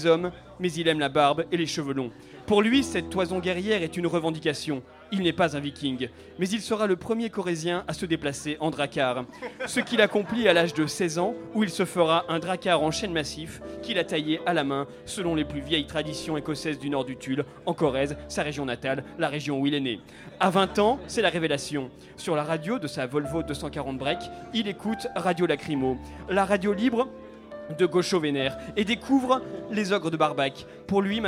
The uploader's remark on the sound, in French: Ceci est le podcast de notre émission en direct du Lou Pascalou.